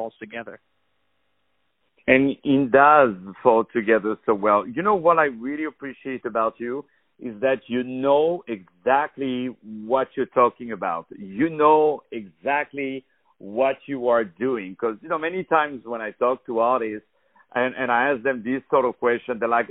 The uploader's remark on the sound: On the phone